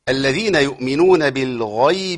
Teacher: والغين هنا مفتوحه محركه بفتح في مرتبه عاليه من التفخيم